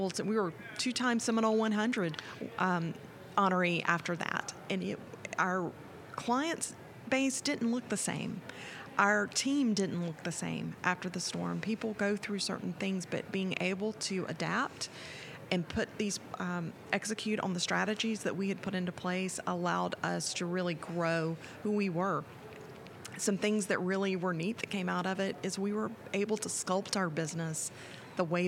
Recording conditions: busy venue